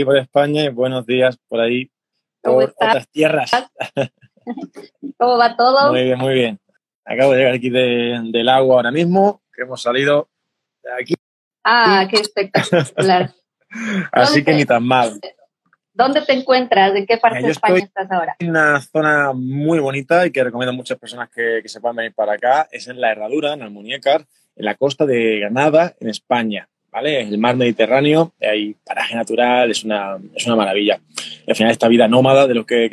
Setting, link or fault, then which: link, video call